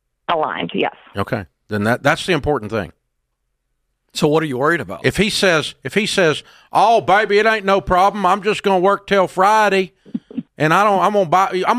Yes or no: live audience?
no